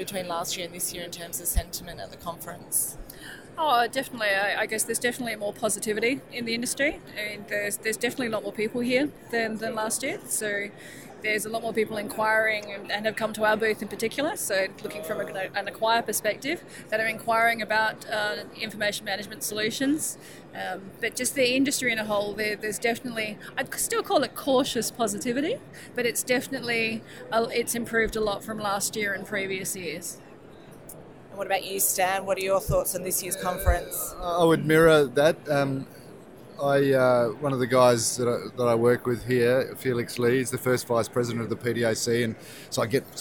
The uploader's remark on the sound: We took The GIM Channel podcast to PDAC 2018 in Toronto to join 25,000 mineral exploration professionals at the four day conference. From the trade show floor.